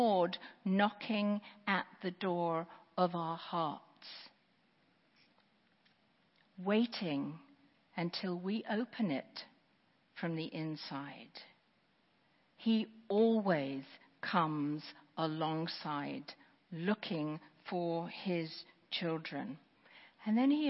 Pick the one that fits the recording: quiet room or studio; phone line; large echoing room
large echoing room